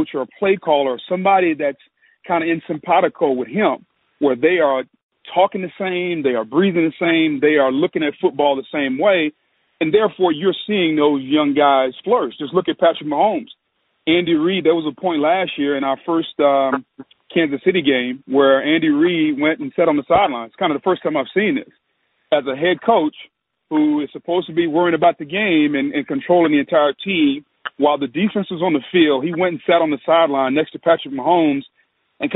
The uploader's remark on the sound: MNF Conference Call